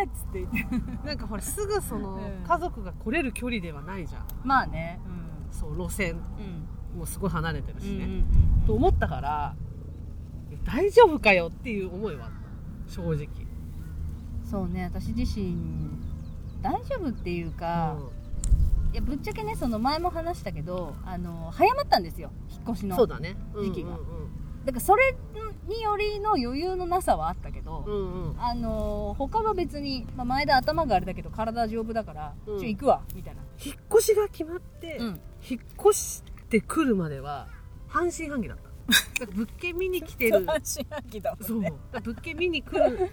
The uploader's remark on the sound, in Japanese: 青空収録月間で音悪くてごめんなさい